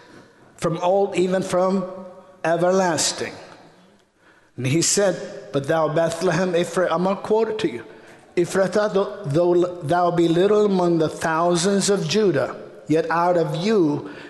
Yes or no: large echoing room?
yes